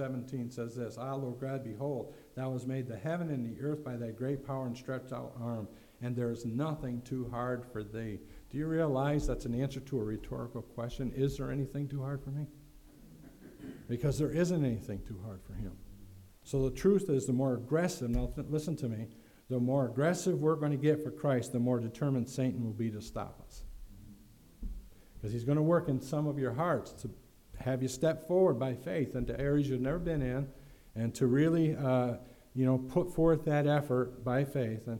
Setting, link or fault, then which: setting, large echoing room